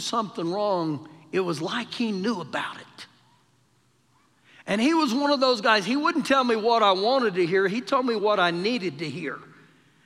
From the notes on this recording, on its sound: Recorded live during our Sunday morning service